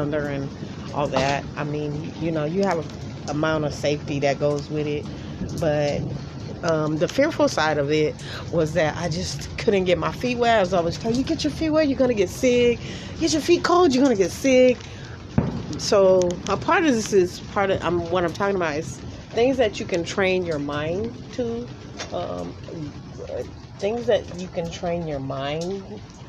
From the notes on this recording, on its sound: I went outside in the rain n recorded this podcast.